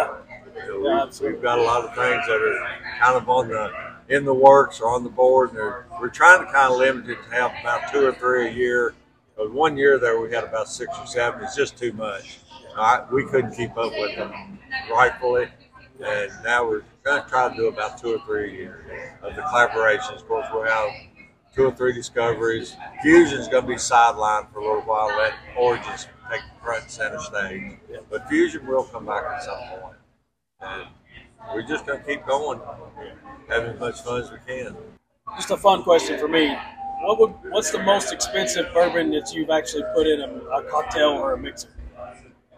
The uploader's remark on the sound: at the Kentucky Bourbon Festival in Bardstown